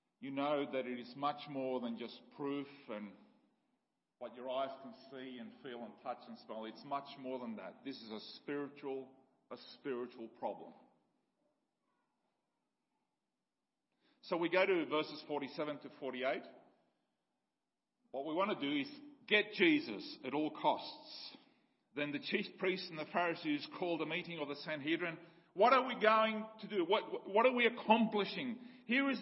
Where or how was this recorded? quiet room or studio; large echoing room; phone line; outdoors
large echoing room